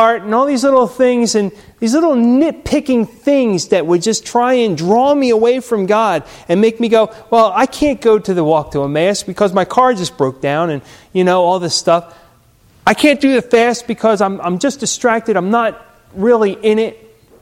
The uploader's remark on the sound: Recorded at Hudson UMC